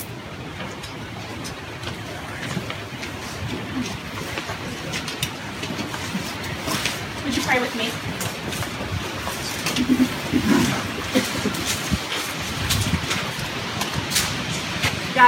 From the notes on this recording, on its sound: Worship Among the Leaves (an outdoor recording).